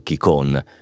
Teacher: nel dialetto locale la N finale non si pronuncia e si nasalizza la O, un po' alla francese